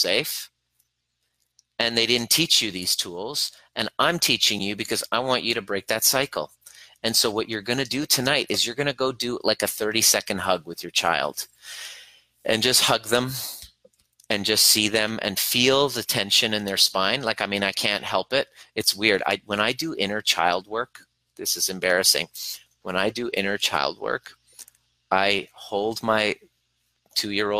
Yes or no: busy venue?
no